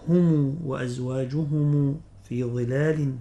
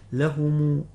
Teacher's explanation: ابن كثير يقرأها بصلة ميم الجمع، يقرأ بضم ميم الجمع يصلها إذا وصل الكلمة، ما إذا وقف عليها يقف بالسكون.